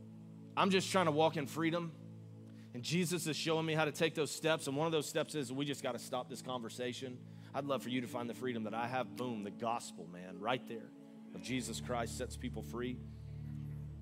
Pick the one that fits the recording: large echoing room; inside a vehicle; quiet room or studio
large echoing room